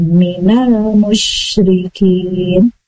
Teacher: shimnya disifatnya hams rohwah, mengalir nafas, mengalir suara, dan tambahan ada udara menyebar di pada saat mengucapkan shim minal musyrikin. · Term: sifat tafasi